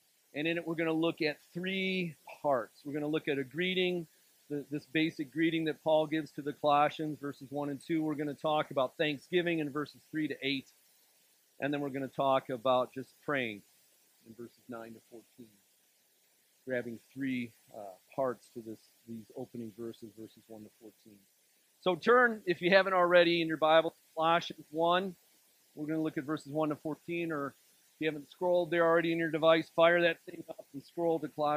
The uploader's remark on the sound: This sermon was delivered on February 11th, 2024 at Grace Church in Granger, Indiana.